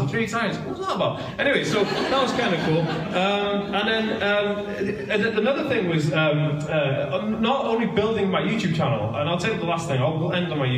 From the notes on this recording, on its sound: Taken from a live talk I did in 2018 for TAD Talks for the Autism Directory in Aberystwyth Wales.